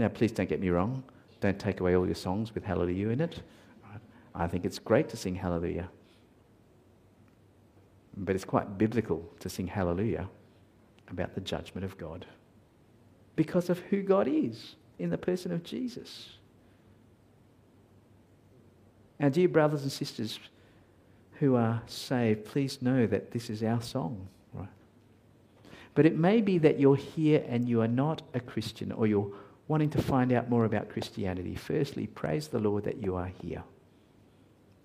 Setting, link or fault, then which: setting, large echoing room